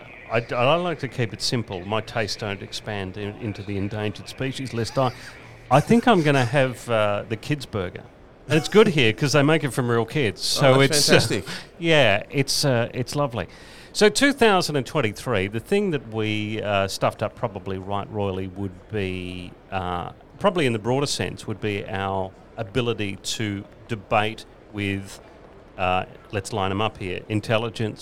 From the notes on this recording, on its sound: Live from the Chairman’s Lounge Carlton.